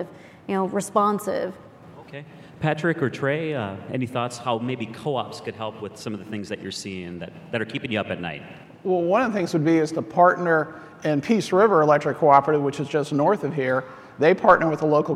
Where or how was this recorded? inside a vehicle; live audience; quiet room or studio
live audience